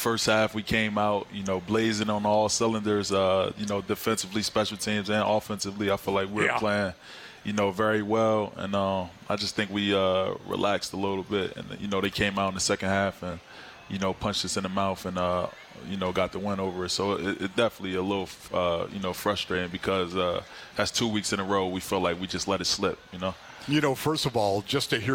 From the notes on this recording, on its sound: live from the Top Golf Swing Suite at Gila River Resorts & Casinos, Wild Horse Pass.